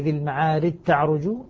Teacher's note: فأدغم الجيم في التاء · Term: إدغام الجيم